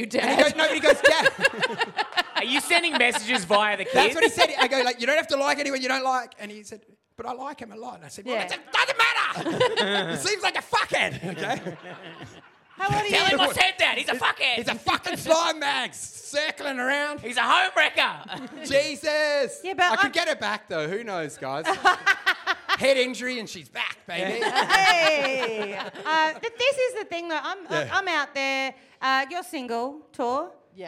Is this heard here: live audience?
yes